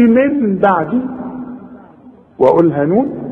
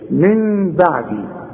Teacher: هنقلب النون الى ميم ونخفيها بالشفايف اخفاء مع الغنة · Shown in: second take · واسمع نطقها من بعدي، ما اقولش من بعدي واقولها نون، ولا اقولها ميم خالصة واقول من بعدي، يحصل انفراد في الشفايف. · Term: اقلاب